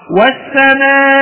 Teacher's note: أقوم ببيان بعض حركة الكسر في الهمزة · Term: الروم